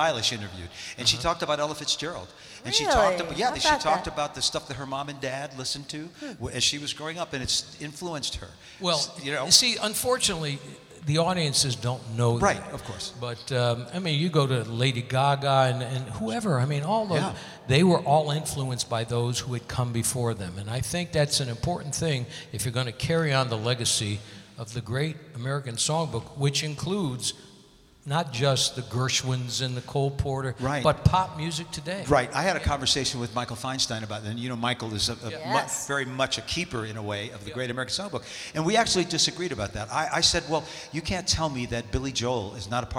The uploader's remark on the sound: Live at the SouthPoint Casino